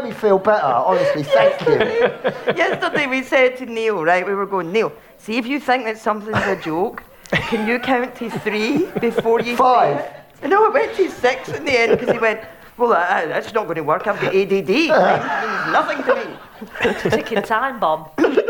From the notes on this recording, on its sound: Recorded live at the Edinburgh Fringe.